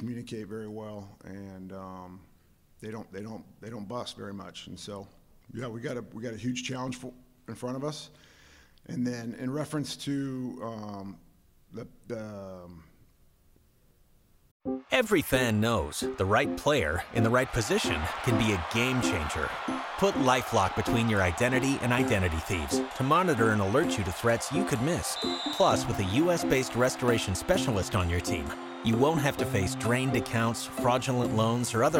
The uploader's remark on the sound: Sugar Bowl Press Conference. Takes to the podium.